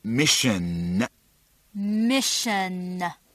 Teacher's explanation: 短音收小辅 Mission. 最后千万别忘了发这个鼻音 N